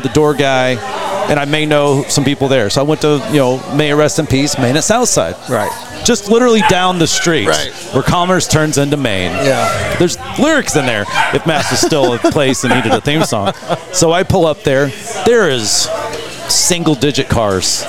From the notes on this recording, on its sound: Pouring Glory Mixer. Thank you all for coming out and recording with us!